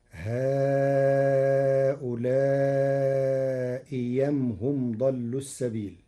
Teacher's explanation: قرأ ورش كلمتي هؤلاء أم بإبدال الهمزة الثانية ياء خالصة مفتوحة